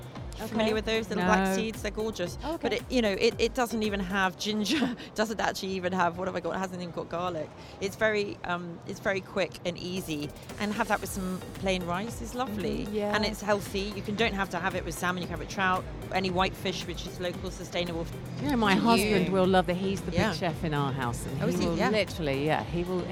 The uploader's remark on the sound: Live from SIBF 2023